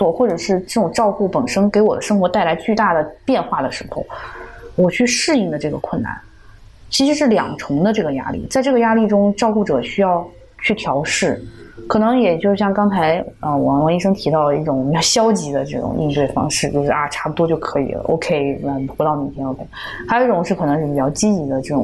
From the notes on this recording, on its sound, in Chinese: 由于嘉宾人在海外，本期节目连线录制，有部分杂音，给大家造成收听的不适还请谅解！